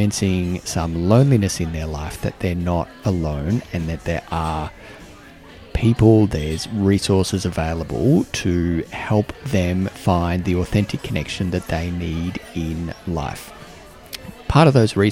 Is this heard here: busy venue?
yes